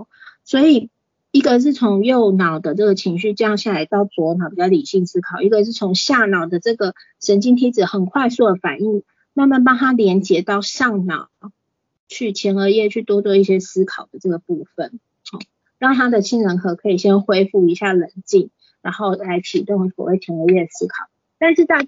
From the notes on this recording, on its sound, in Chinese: 此為線上課程錄音檔